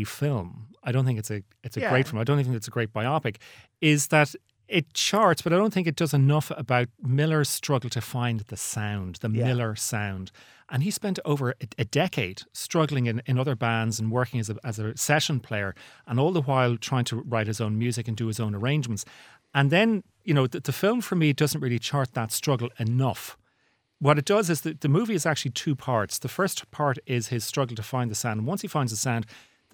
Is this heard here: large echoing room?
no